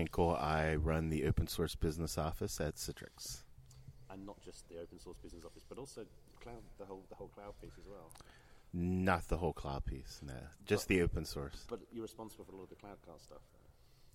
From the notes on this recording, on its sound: at the CloudStack Collaboration Conference in Amsterdam.